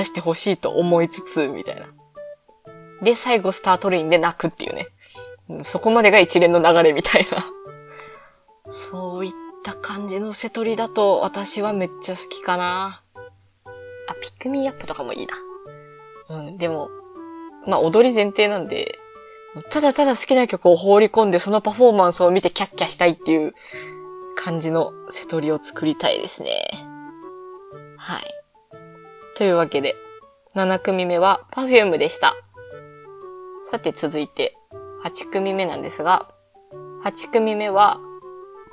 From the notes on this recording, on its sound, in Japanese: いつもと収録環境が違った為、音質が悪いです。